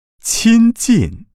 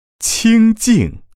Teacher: 你只要能够区分开前鼻韵尾的这个 N 和后鼻韵尾的这个 N 就可以了